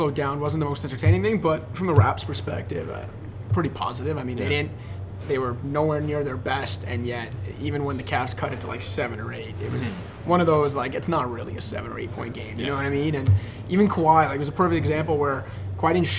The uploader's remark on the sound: Live! From the Home Opener